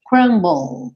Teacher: Então, ó, ball, ball. Eu falo o B, vou pro L, L em inglês, língua no céu da boca, e aí termina meu som. Crumble, ok?